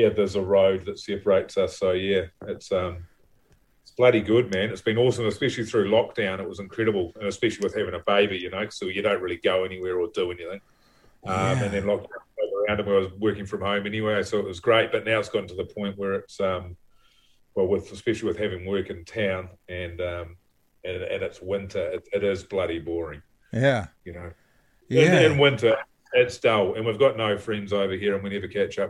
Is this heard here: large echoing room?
no